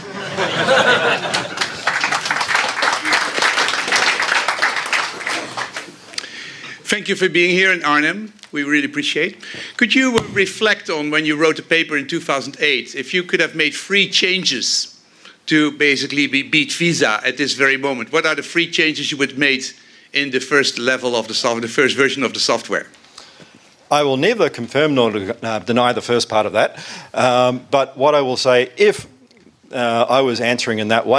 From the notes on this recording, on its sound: This episode featured content from the Future of Money conference.